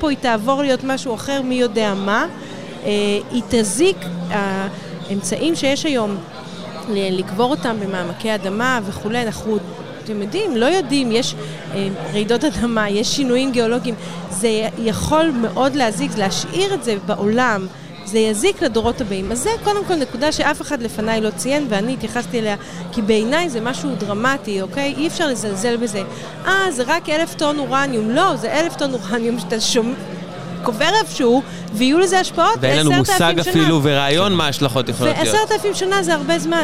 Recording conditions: busy venue